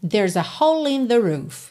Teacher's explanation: ele juntou o L já na próxima palavra, in.